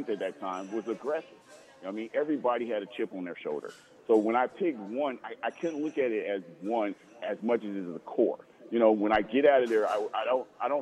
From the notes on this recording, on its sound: Live From Daq Shack (4630 Leighton Ave Suite 25)